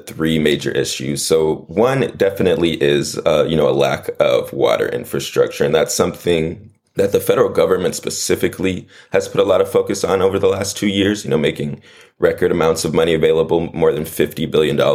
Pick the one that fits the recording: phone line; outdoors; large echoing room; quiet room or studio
quiet room or studio